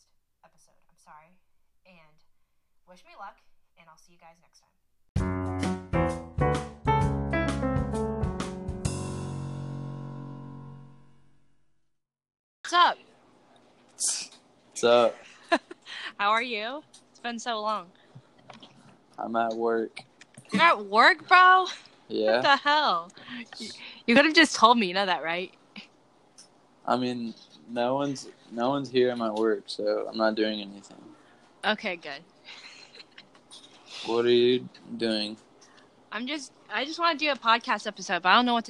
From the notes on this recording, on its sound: Sorry if the audio isn't loud enough.